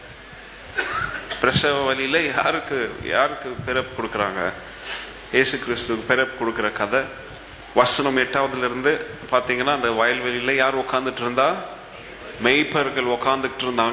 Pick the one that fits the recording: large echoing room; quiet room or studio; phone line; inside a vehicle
large echoing room